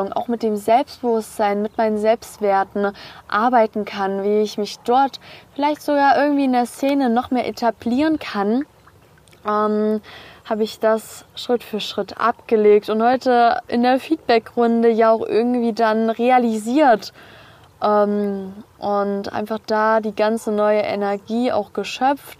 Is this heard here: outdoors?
yes